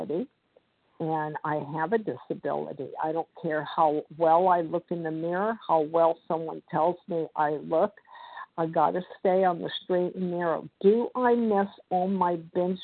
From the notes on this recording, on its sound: 100 Pounders Phone Meeting, 8/3/23